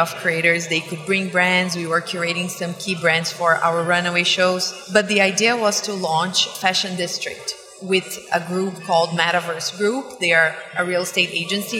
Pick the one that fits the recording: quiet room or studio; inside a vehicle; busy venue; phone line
busy venue